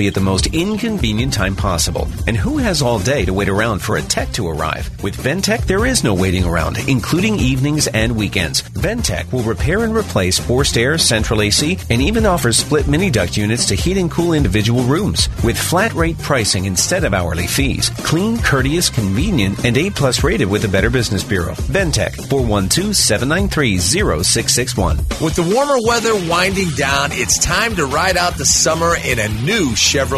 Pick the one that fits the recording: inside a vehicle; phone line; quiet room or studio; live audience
phone line